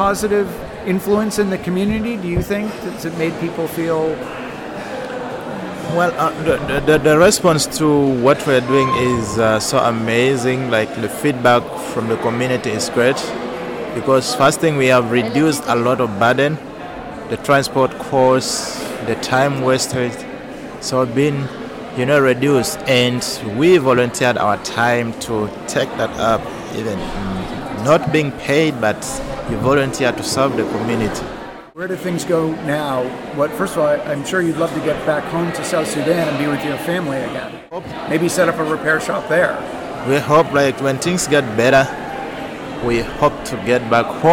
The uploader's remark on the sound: recorded at FixFest in Brussels